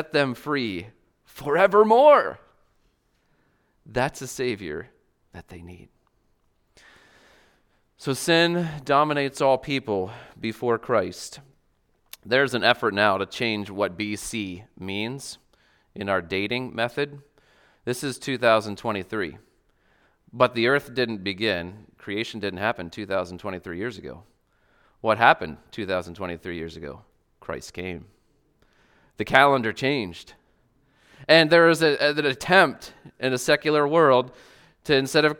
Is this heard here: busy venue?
no